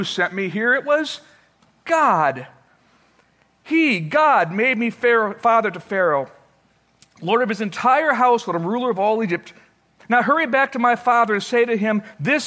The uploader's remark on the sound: Originally recorded May 6, 2012, at Fellowship Missionary Church, Fort Wayne, IN.